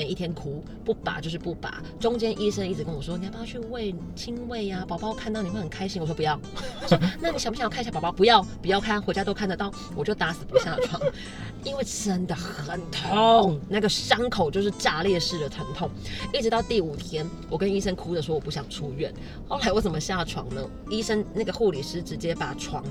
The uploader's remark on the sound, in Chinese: 這集部分是在車子裡面錄音，抱歉了爛音質